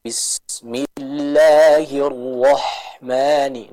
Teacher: Pada ha yang sukun, maka jelaskan udara dan suara yang mengalir.